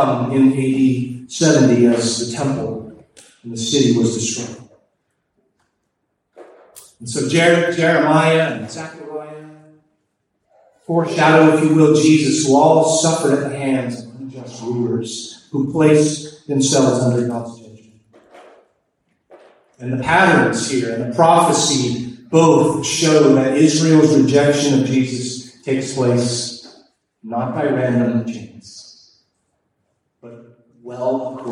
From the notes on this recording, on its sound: Please pardon our audio quality; there were technical difficulties at the service.